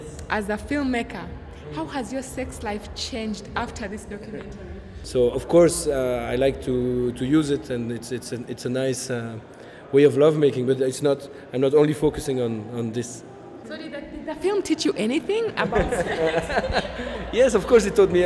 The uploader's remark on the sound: We loved it and recorded some audience reactions and also got the chance to talk to the director about it.